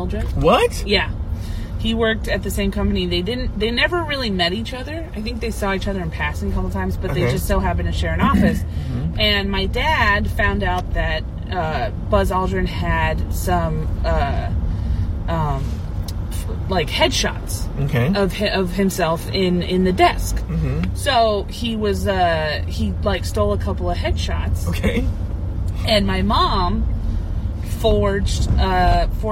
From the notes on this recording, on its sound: Talking in the car as they drive to a studio to record some podcasts.